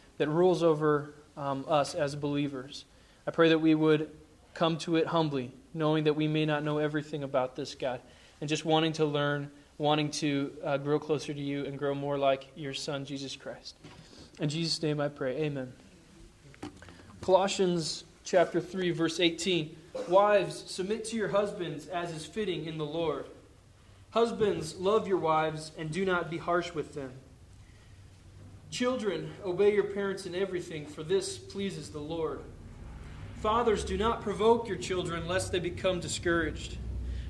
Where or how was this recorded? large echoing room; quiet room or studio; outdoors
large echoing room